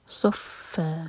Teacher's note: صاد heavy اور فا light